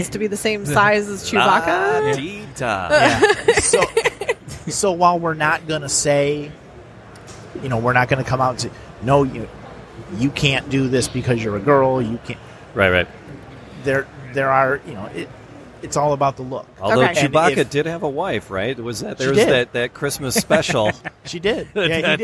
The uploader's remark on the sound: Live from Great Lakes Comic Con